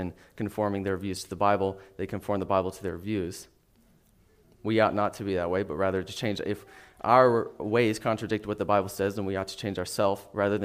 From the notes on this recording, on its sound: NOTICE: This message was originally taught and recorded at Solid Rock Bible Church.